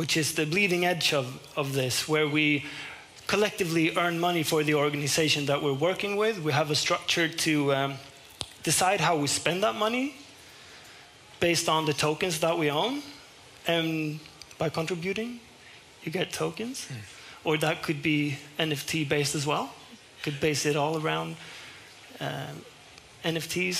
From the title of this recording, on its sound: Live at Stockholm Fotografiska